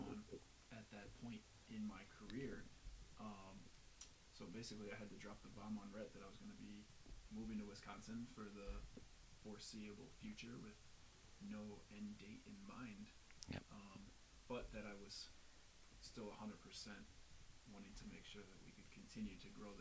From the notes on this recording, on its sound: What we didn’t know at the time was much about recording – which would explain why the audio is a little low.